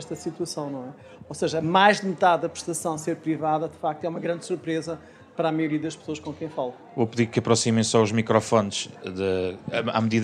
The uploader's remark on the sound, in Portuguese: Ouça o debate, que foi gravado ao vivo no lançamento do ensaio. Na Feira do Livro de Lisboa.